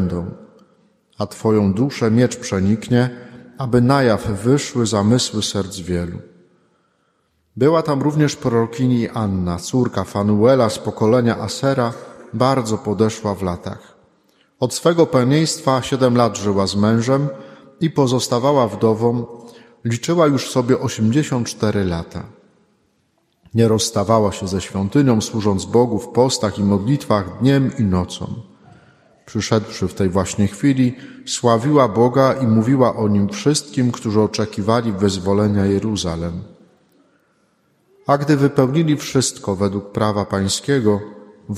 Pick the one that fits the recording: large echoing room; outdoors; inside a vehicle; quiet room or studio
large echoing room